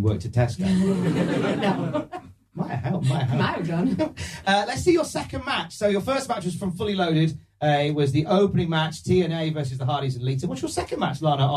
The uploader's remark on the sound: Recorded at Cultaholic Live, January 2023. For the first ever live episode of Desert Island Graps.